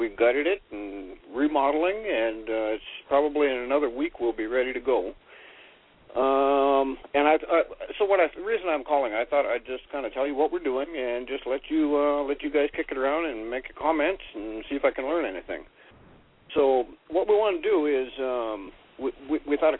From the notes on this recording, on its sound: Live Vendor Call In radio show